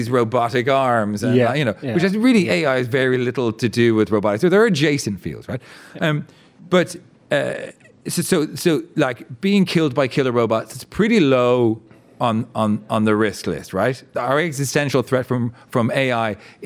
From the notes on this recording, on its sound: Recorded in front of a live audience at the Dublin Royal Convention Centre.